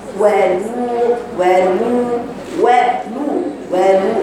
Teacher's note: الواو رقيقة واللم رقيقة والواو المادية رقيقة